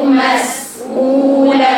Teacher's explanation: الهمزة في مسؤولة لازم تظهر همزة واضحة وليست بين بين